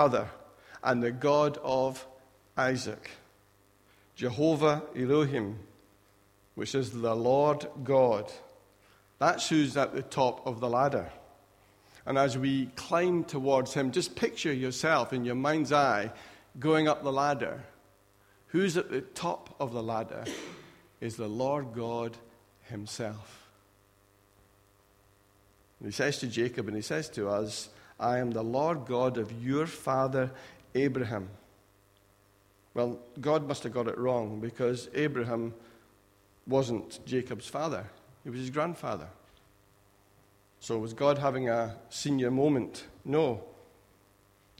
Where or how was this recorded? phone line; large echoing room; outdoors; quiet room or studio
large echoing room